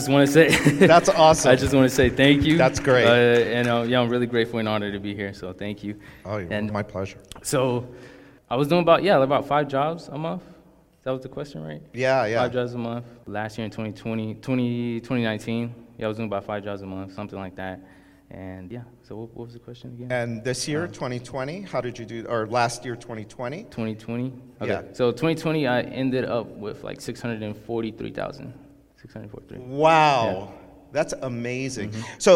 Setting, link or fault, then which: setting, busy venue